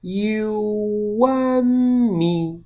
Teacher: 这个 “u”它就是可以把它当成一个 “w”的音出现的。这个就 “w”就是半元音。